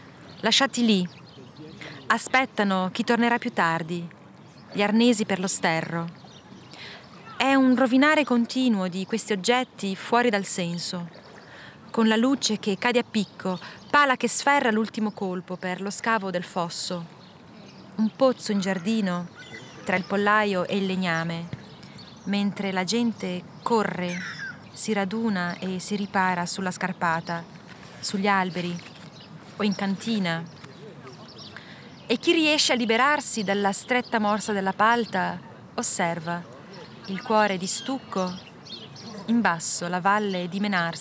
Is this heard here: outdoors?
yes